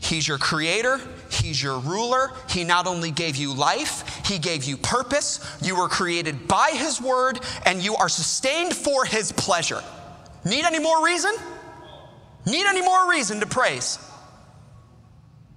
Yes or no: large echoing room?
yes